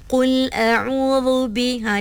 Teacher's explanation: dia terangkat sedikit pangkal lidahnya, jadi dia bunyi tebal sikit. Qul a'udhu bi, ha, dia tertebal sedikit.